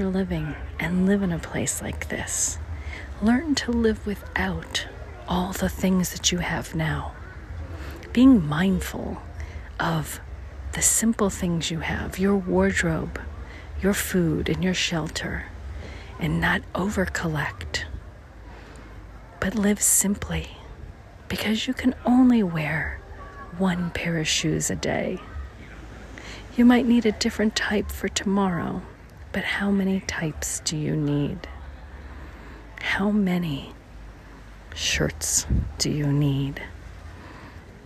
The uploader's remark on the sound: St Thomas, United States Virgin Islands. Special Edition On Location Walk and Talk. The first time you ever come, it seems hectic and busy, driving on the opposite side of the road, lots of locals selling their goods.